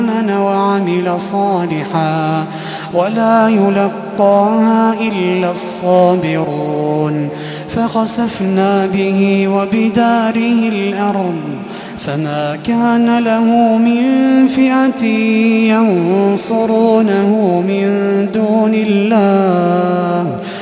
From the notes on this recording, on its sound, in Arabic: تسجيلات من صلاة التراويح لشهر رمضان عام 2016.